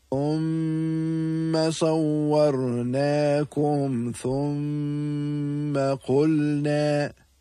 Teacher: In the word thumma, there's the meem with a shadda, and therefore ghunna will be applicable.